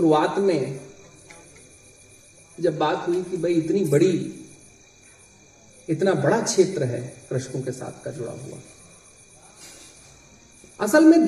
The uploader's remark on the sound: Over fifty people joined him as he headed out to discover the river's spectacular magnificence. While walking the 3000 kilometres of the Narmada Parikrama, from the biggest towns to the smallest villages.